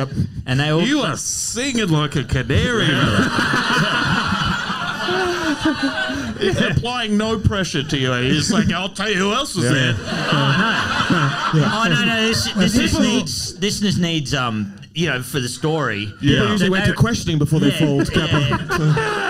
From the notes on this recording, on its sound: Live Show Melbourne. This weeks ep is half of our red hot live show in Melbourne.